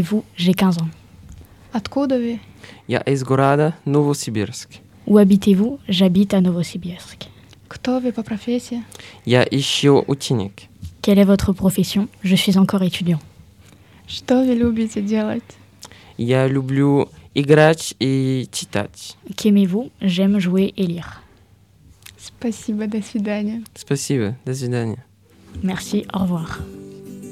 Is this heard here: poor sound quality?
no